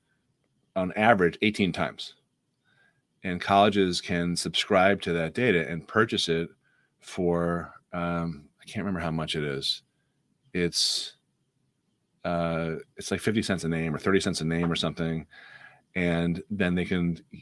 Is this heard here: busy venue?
no